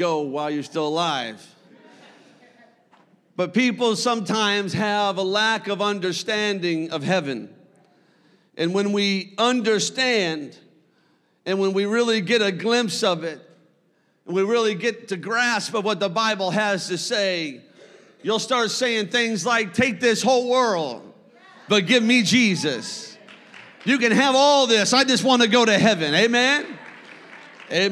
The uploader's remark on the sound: A service recording from Connect Point UPC.